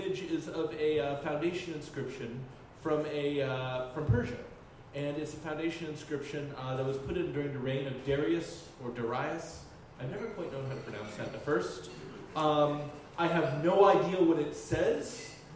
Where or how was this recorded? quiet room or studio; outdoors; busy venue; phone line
busy venue